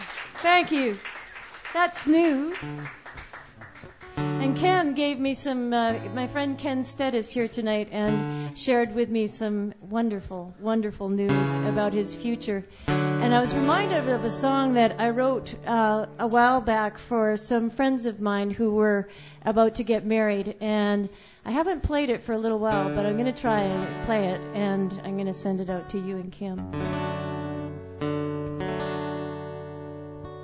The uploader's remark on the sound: Sunday Night Open Mic